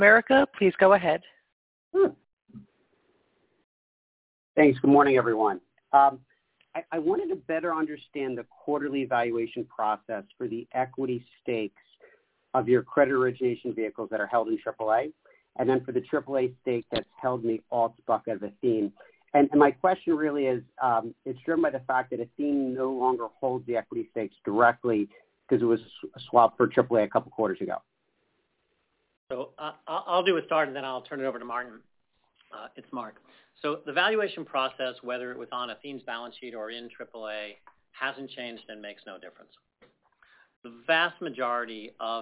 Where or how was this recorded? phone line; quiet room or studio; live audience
phone line